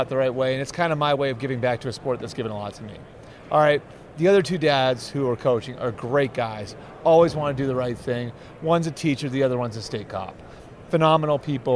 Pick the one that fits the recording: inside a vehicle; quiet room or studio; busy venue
busy venue